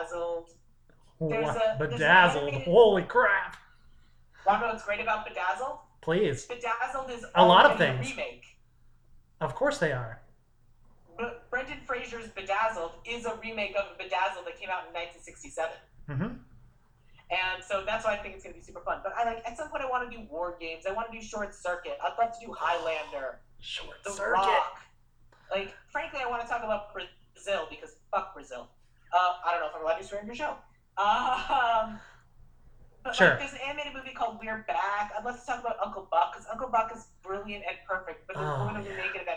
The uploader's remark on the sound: Recorded via Zoom